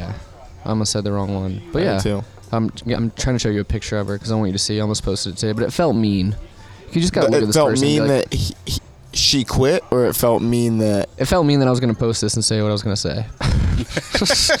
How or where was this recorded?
busy venue